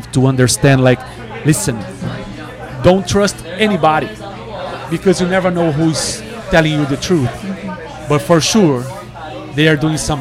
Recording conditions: busy venue